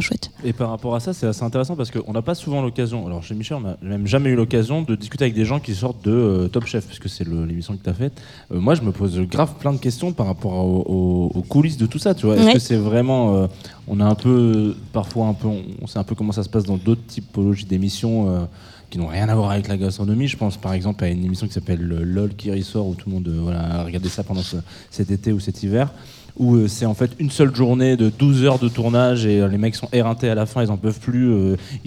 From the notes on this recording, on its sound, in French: Chaque année le NAME festival nous accueille d'une façon différente mais toujours avec classe. Nous sommes en direct du NAME à la Condition Publique pour 2h de live.